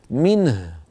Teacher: بضم الشفتين بعيد تسكين الهاء · Term: الإشمام